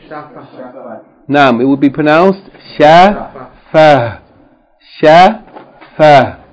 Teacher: the ta marbuta, when you stop on it, it's pronounced like ha, and its vowel, whatever its vowel is, whether it's a single vowel or a double vowel tanween, is not going to be pronounced.